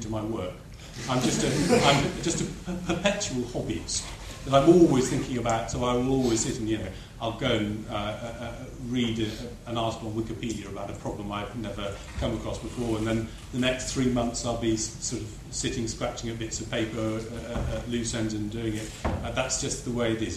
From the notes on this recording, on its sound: This recording was made live during the panel discussion at the Young Researchers in Mathematics 2009 Conference at the University of Cambridge.